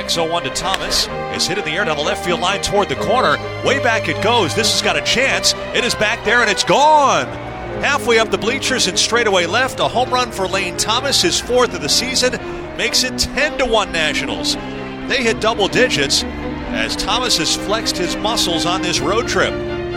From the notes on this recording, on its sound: Live from Oracle Park